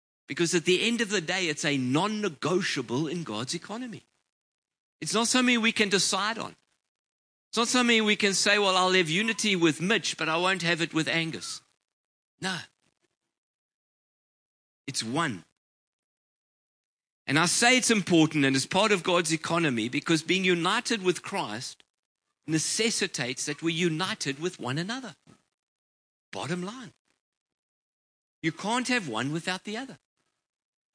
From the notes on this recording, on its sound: Preached on 19/11/23 at Ngaruawahia